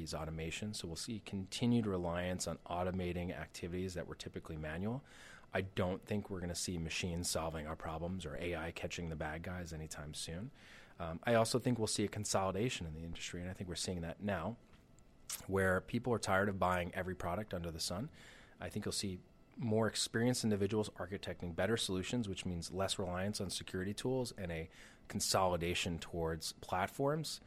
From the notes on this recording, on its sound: at CONVERGE18 in Washington DC